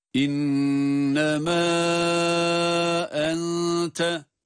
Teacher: innemâ, mâ derken met var. Uzatma hali var. Ondan sonra da ente diğer kelimenin başında ise hemze var.